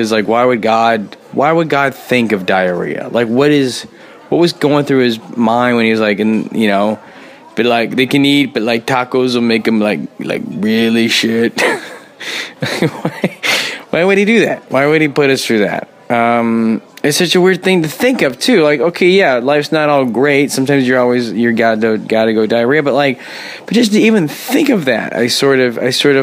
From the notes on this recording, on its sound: A mysterious man tries to record a podcast in a restaurant.